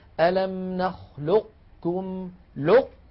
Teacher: ليس في القاف إطباق بل فيها استعلاء